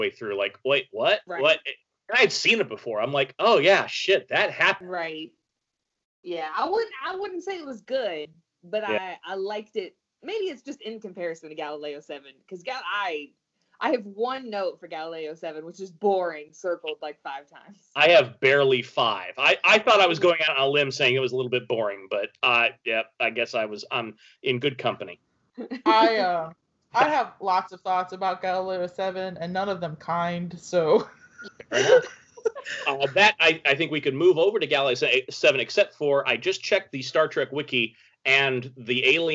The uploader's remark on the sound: While we are socially distancing due to COVID-19, the audio quality of the show may be a little haphazard.